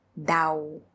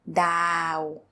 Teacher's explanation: Now I'm lengthening the ah sound. · Shown in: second take